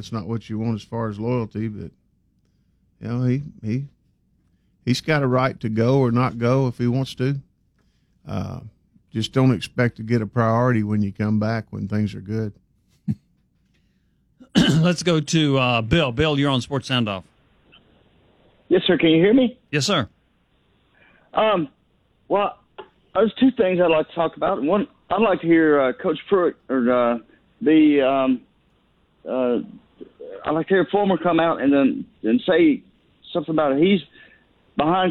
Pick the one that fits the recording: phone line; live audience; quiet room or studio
phone line